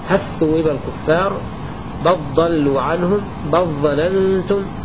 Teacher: الكسائي يدغم لام هل ولام بل في كل الأحرف الثمانية · Term: بالإدغام